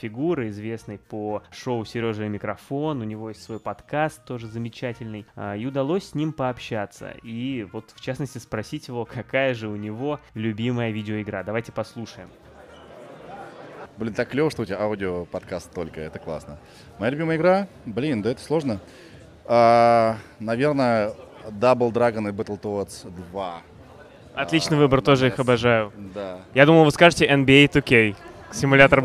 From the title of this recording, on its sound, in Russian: Репортаж с игровой конференции DevGAMM